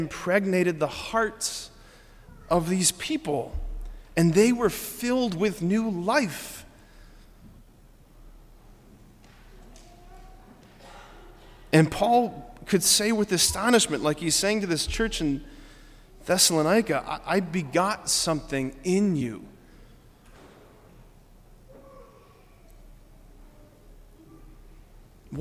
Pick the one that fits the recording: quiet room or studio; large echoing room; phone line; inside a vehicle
large echoing room